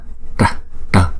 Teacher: Chữ T có dấu nặng là chúng ta đọc là tờ, cong lưỡi lại búng ra tờ tờ Phật. Chữ cái vần T này chúng ta phải có cái búng ra đó